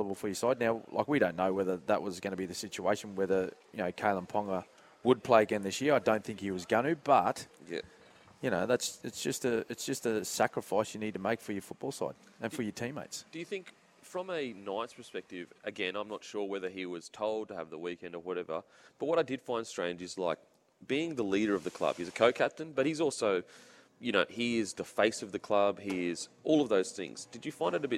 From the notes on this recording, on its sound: The boys are live from the brand new Spitwater shop in Gold Coast!